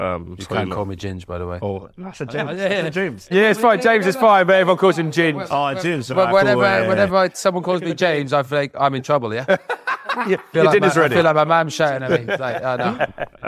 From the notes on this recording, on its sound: Recorded at the InterContinental on the evening of The Road to Victory.